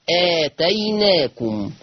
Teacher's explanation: التاء التانية هتتقلب لنون، وعشان بعدها ألف فهتبقى نون مفتوحة، لأن دايما الحرف اللي قبل الألف لازم يبقى مفتوح. · Term: نون العظمة